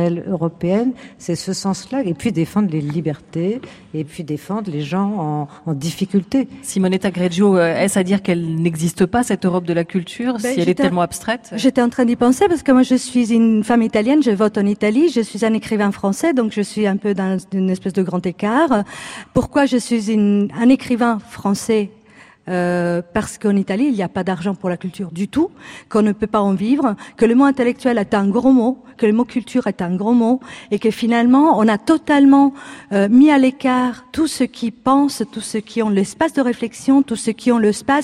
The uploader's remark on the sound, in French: En direct et en public aux Subsistances à Lyon